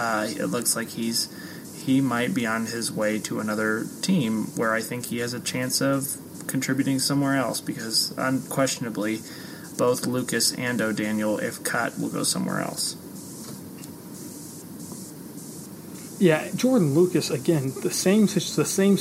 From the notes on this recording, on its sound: We apologize for the audio quality in terms of background noise on this episode.